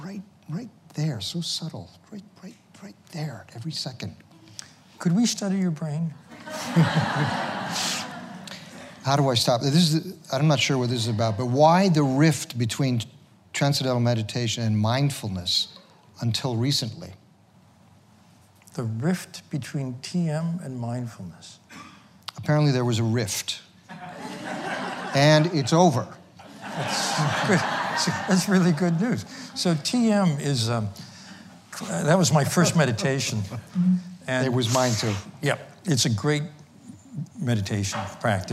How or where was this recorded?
live audience